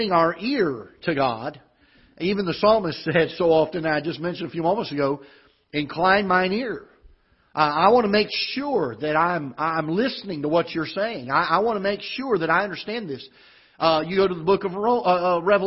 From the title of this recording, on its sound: Ketha Heights Baptist Church ~ Live Broadcast